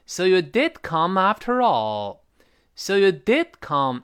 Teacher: 最后 did 是去爆破